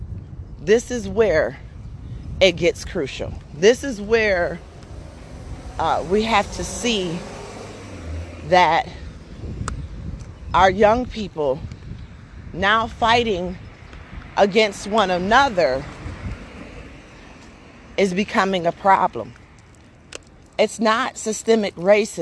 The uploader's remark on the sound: A short conversation and a few thoughts while walking my Dog